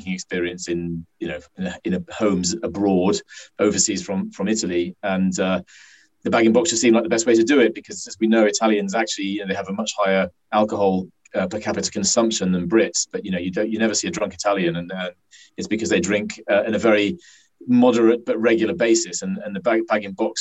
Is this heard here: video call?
yes